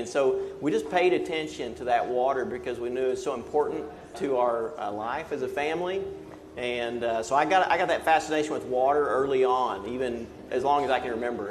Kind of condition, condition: setting, busy venue